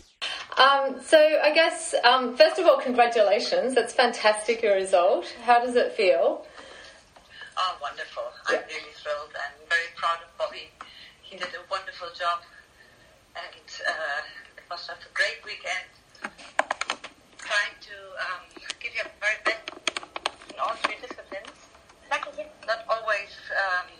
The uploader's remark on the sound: I wasn’t 100% sure to put this one up as a podcast or not because the quality isn’t great. It was done on Skype, which is not my favourite form of interviewing.